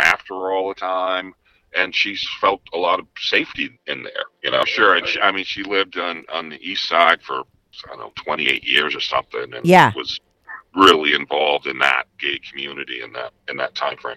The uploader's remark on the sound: he calls in to talk all about it